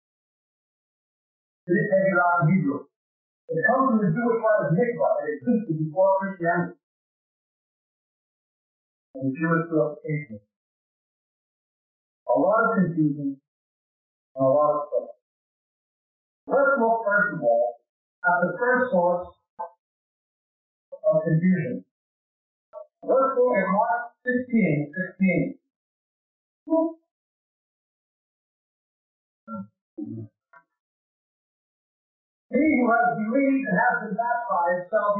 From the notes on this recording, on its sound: We apologize for the quality of this recording. It was from the 1990's to 2000's when audio recording was not as good as it is today. Even though we were able to edit the original recording to get this version it is still of very poor quality.